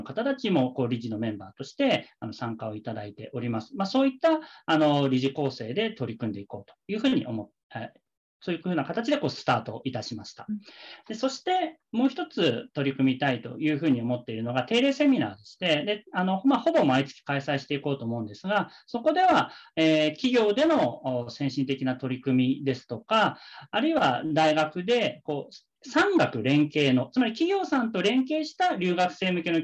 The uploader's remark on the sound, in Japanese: 〇方 法：ウェビナー（Zoomでのオンライン配信）